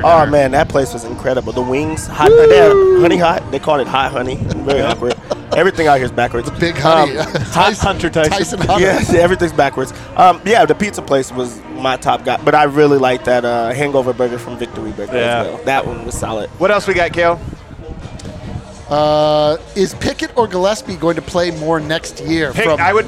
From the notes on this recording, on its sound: live from Circa Stadium Swim